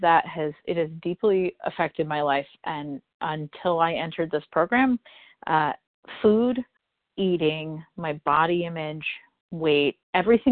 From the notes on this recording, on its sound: from the 100 Pounders Phone Meeting on 12/14/20